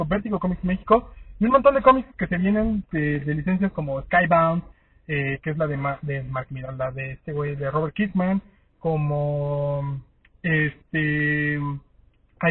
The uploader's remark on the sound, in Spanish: Salí de la función de prensa de Infinity War y me puse a grabar un podcast medio improvisado con mis primeras impresiones mientras encontraba el camino a casa. Disculpen la calidad del audio. Pero iba manejando y se grabó con un iPhone... Al menos es un iPhone X.